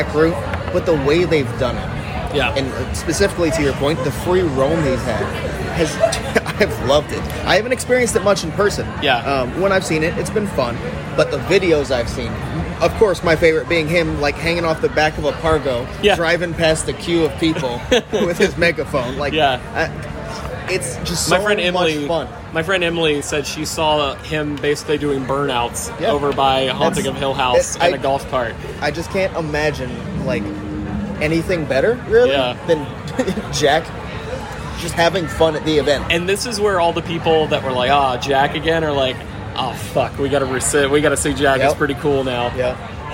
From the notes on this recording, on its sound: recording live at Universal!